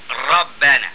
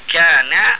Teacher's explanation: يعني أن مخرج الراء أدخل في اللسان من مخرج النون. لما نيجي نحن ننطق كده النون والراء نقول كان ونقول ربنا، كان راء.